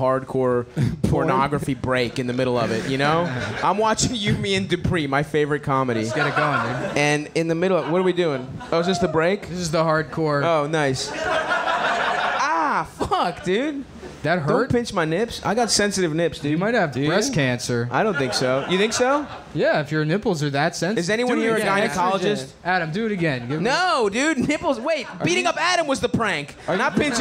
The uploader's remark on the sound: Live at Skankfest Live Show